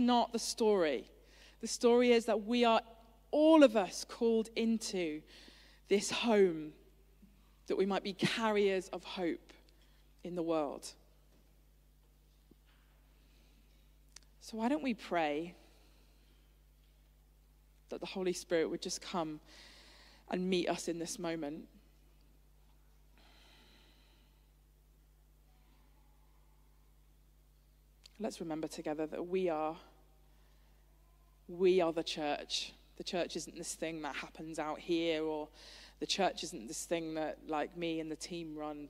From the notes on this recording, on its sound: Streamed live at St Paul's Shadwell on Sunday, 12 February 2023.